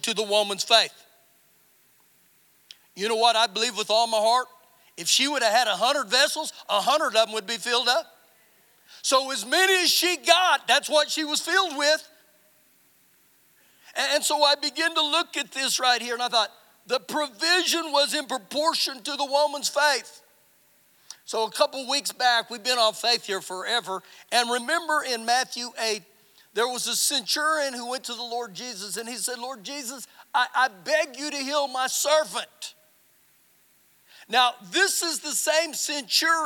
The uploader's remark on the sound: Recorded live during our Wednesday night service